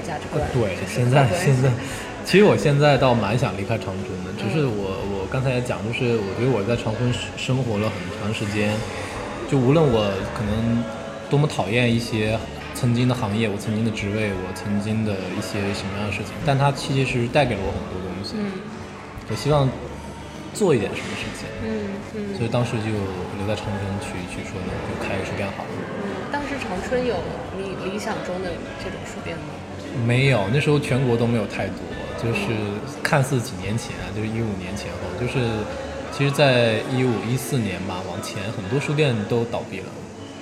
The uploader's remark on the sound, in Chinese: 在他活动间隙在798的一家咖啡厅跟他聊了聊他的经历、他的纠结。因为在外面录音，嘈杂的背景音也不免会被收录。